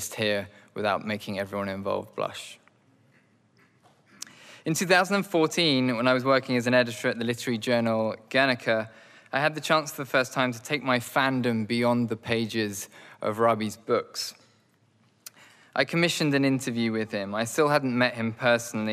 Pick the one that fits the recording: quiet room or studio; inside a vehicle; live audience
live audience